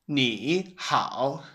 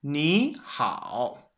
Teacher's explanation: You have to change the first one to a second tone. So originally it's 3-3, it becomes 2-3. · Shown in: second take